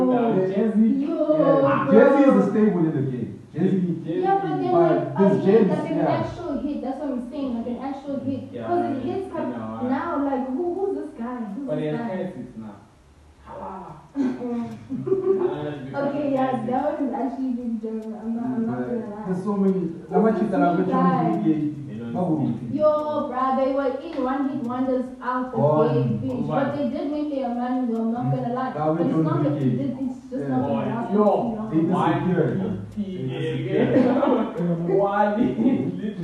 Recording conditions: poor sound quality